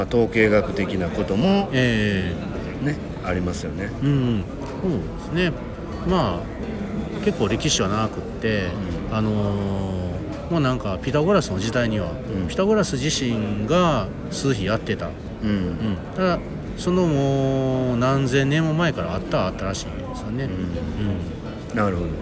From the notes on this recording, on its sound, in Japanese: 大阪難波のスイスホテルのラウンジで収録を行った。